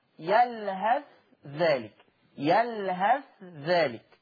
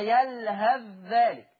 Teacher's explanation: ورش هيبين الثاء، ما هو إظهار